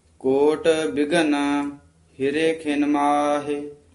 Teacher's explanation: ਇਹ ਬਿਘਨ ਗੱਗੇ ਨਾਲ ਨੀ ਕਹਿਣਾ, ਬਿਘਨ ਘੱਗਾ ਲਾ ਕੇ